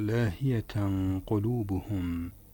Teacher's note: وقفنا على الميم الساكنة وقفنا عليها بدون أن نفتحها عن مخرجها